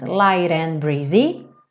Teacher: Então aqui também o light, o T vira rarara, e junta com and